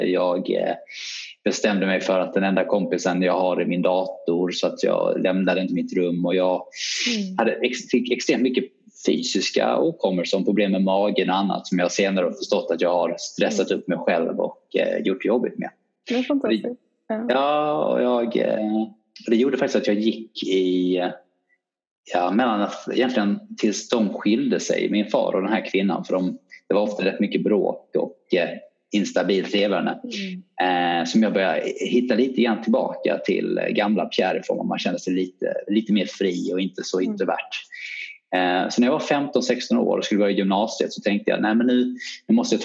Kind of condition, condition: link, video call